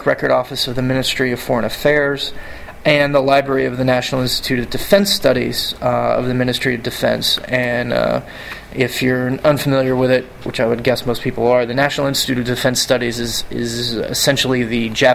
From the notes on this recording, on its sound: live from the AAS/ICAS (The Association for Asian Studies and the International Convention of Asia Scholars) Conference held in Honolulu